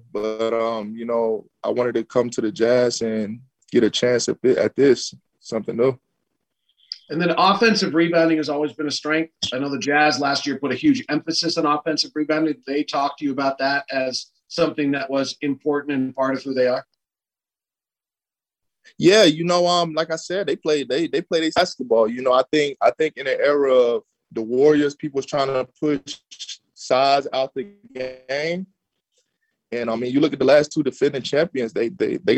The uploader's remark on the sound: Introductory press conference. Spoke with Utah media for the first time as a Jazz player on Monday afternoon, via ZOOM.